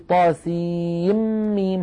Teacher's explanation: يعني لما نقول طاسين ميم هنا ينشأ إدغام، لأن طاسين آخرها نون ساكنة وميم أولها ميم، فندغم النون في الميم فنقول طاسين ولا نقول طاسين بالنون.